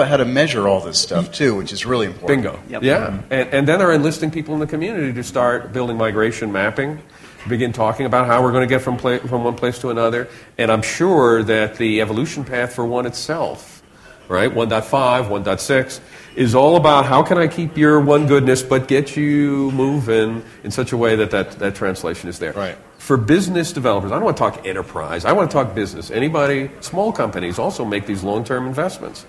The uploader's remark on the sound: Live from ng-conf 2015! Live from ng-conf 2015!